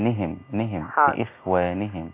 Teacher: لإخوانهم لإخوانهم مش نيهم لإخوانهم لإخوانهم مش عايز أطول كسرة النون عشان ما تبقاش نيهم هي نهم نهم لإخوانهم.